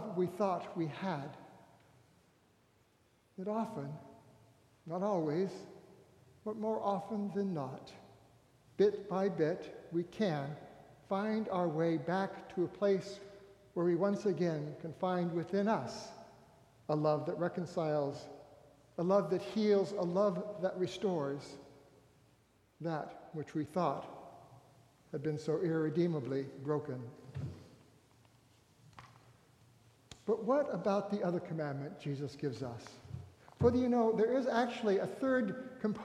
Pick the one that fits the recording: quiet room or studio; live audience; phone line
live audience